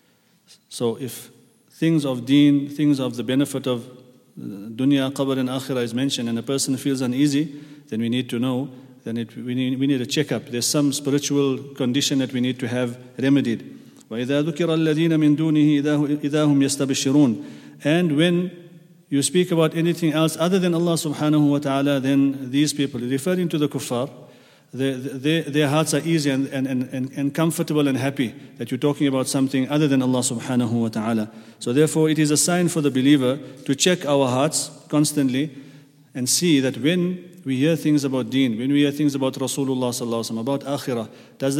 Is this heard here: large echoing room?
yes